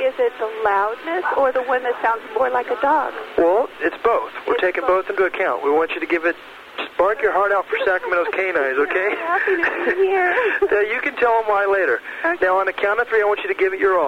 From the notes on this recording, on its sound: …'s Personal Prank Phone Calls Collection.